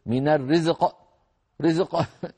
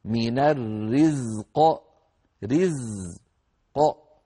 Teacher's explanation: الزاي لابد أن تخرج تأخذ حظها كاملا من الزمن · Shown in: second take · هكذا من الرزق رزق القاف تخرج أيضا مستعلية مفخمة مقلقلة قلقلة كبرى لأنه موقوف عليها. · Term: زمن الزاي